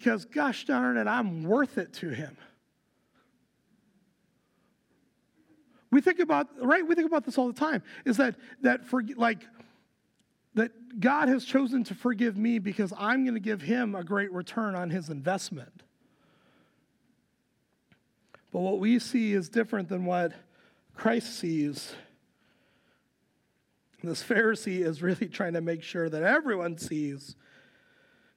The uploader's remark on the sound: Recorded live at Word of Life Church in Le Sueur, Minnesota, on March 19, 2023